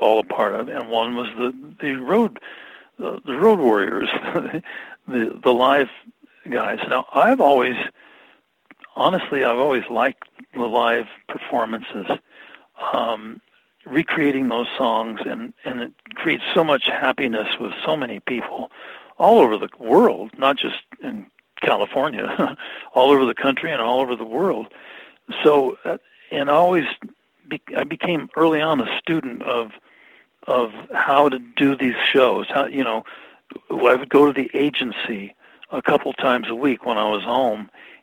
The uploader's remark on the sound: I spoke to him about that by phone.